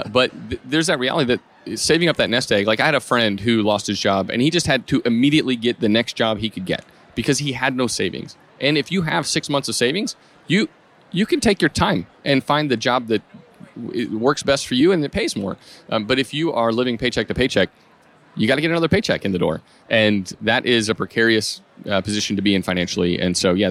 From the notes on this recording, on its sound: This was recorded at FinCon22.